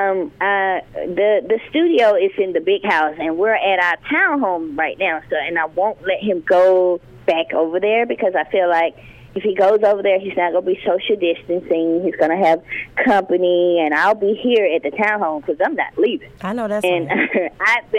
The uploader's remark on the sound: called in to the "Midday Party"